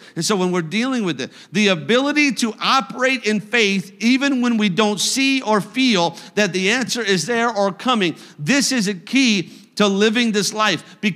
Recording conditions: large echoing room